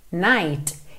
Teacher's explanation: É muito comum que esse T nem apareça. Quando eu marco o T, shadows of night, night, ele vem com um T, T, um Szinho de leve já embutido.